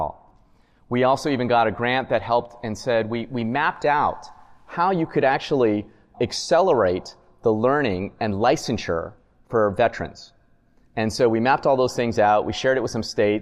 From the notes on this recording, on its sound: This episode was recorded with a live audience at the 2024 NASPA Symposium on Military-Connected Students in Louisville, Kentucky.